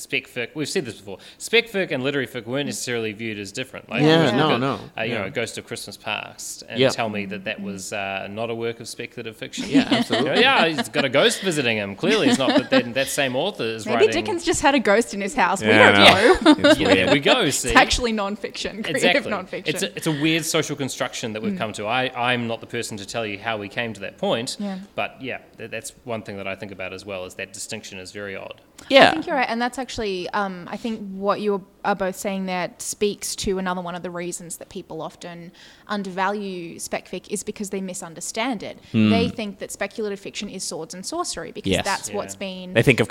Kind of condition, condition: setting, live audience